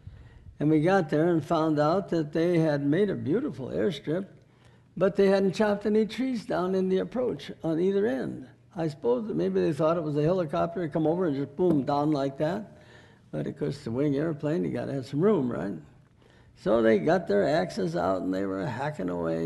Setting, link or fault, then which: setting, large echoing room